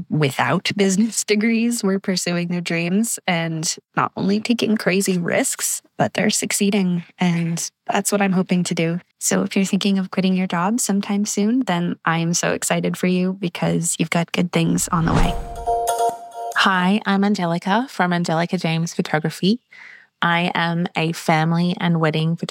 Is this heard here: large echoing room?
no